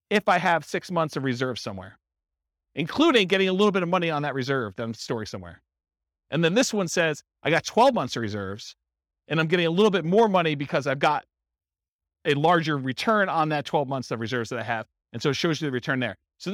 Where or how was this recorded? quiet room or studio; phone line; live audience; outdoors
live audience